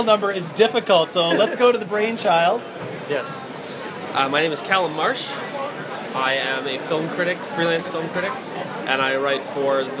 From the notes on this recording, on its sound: I’ve wanted to record some of what goes down at our pub nights here in Toronto. While I couldn’t possibly capture the boisterousness, animation, and pure volume that takes place at those tables, I think this captures the spirit of what goes on…moving about the room, talking to different people, and overall just catching up.